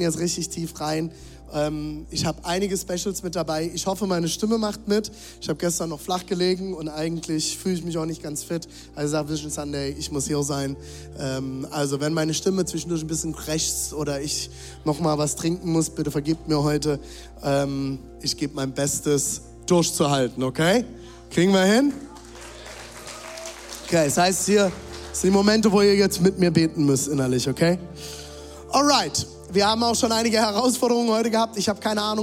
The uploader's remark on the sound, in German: Zeal Church Dresden. Audiomitschnitt der Predigt.